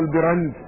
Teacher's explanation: محمد بن عرعرة بن البرند بكسر الباء وبفتح الراء، هكذا ينطق، هكذا نطقه الأمير يعني ابن ماكولة، وبعض أهل العلم سماه البرند بفتح الباء.